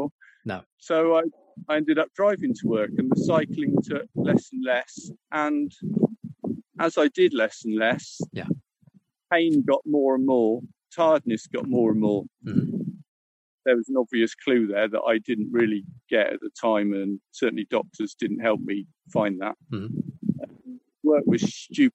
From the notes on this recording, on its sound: Was out a path near the ocean so there is some wind noise, especially near the end of the discussion.